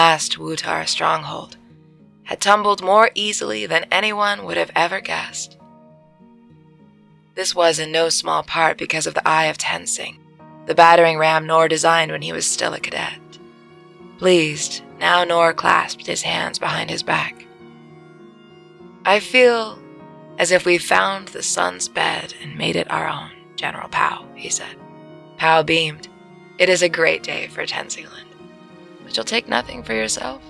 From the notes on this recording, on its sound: I recorded this one in our skoolie, so the audio sounds a bit different... We're on the road again!